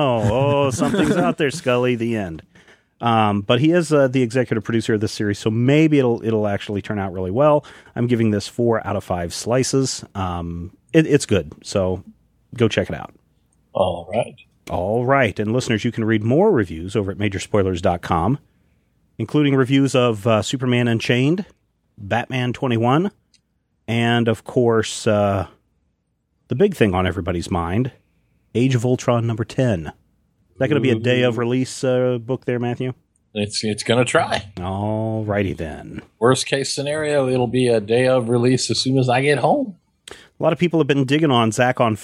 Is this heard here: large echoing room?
no